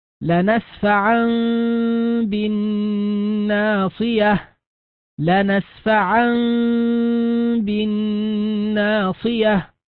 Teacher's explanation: فكان الحكم الإقلاب في هذه النون الخفيفة مع الغنة